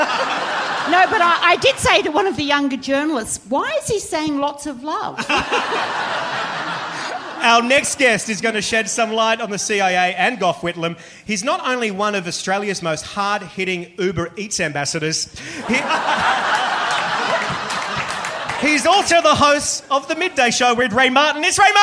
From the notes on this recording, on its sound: Recorded live, in front of a massive SOLD OUT crowd at Giant Dwarf.